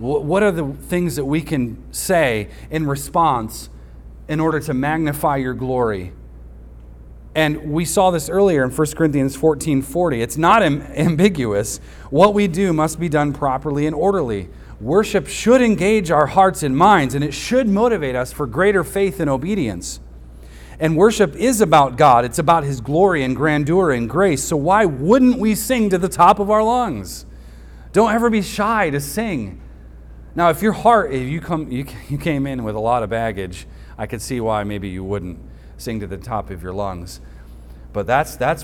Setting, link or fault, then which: setting, large echoing room